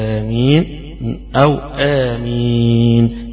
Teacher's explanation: الألف بتمد في الحالتين بس مد طبيعي حركتين أو مد طويل ست حركات